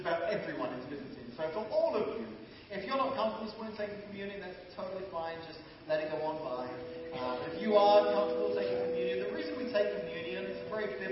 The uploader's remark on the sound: Apologies for the low quality of sound on this particular podcast.